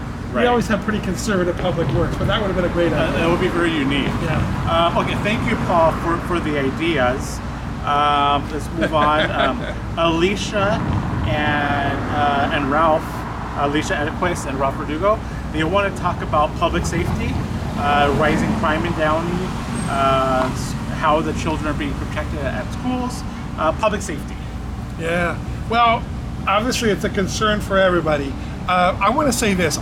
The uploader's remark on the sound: Chatting in Beautiful Downtown Downey. Head outdoors.